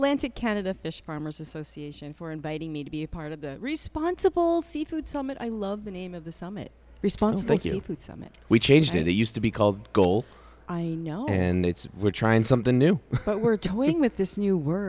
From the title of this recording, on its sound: Aquademia Live! From the Responsible Seafood Summit 2023